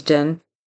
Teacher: So he says the D instead of a TH for then. He says din.